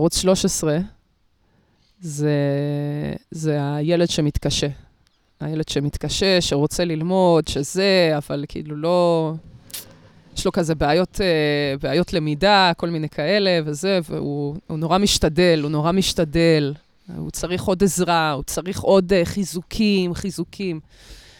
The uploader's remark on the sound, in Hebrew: לכבוד המאורע, הפרק הוקלט בחוץ.